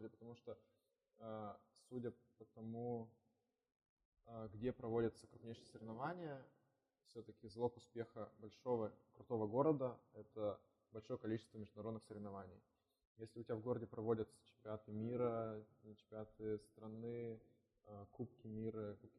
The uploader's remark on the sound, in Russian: Извиняемся за качество звука, мы тогда только учились.